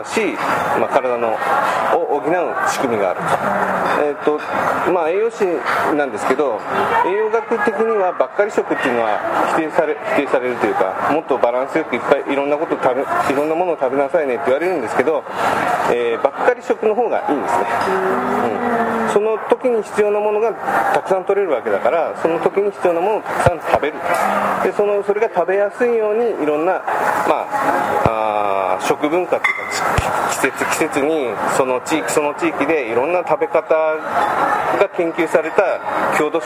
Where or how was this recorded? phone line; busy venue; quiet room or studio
busy venue